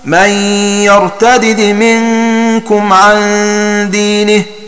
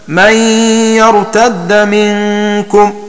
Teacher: بفك الإدغام أي بدالين خفيفتين، الأولى مكسورة والثانية ساكنة · Shown in: first take